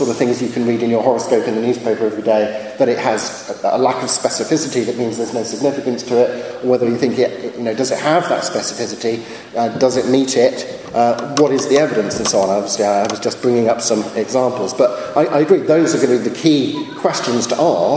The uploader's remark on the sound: A day-conference on 'scientism' organised by the Centre For Inquiry & the British Humanist Association. Followed by Q&A with the audience.